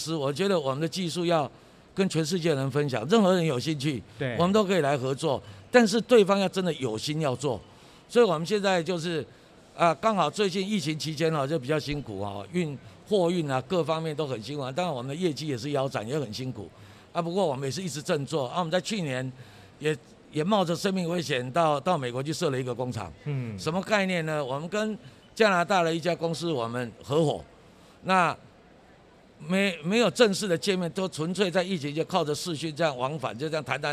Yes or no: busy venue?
yes